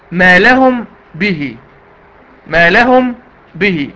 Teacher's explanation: عدم النطق بالميم نطقا كاملا مع الغنه. طبعا الاخفاء في غنه، الاخفاء في غنه.